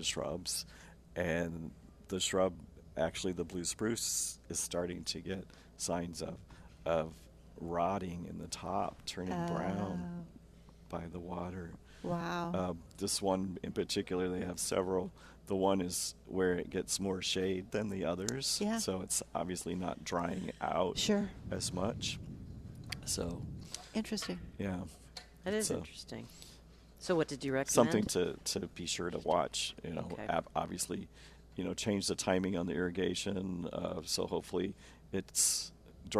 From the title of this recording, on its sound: Live at Prairie Gardens 7-13-19